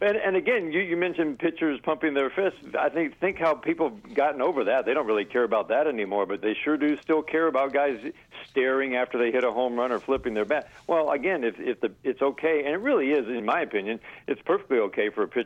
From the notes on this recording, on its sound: In-studio. Voice of the Detroit Tigers over the phone.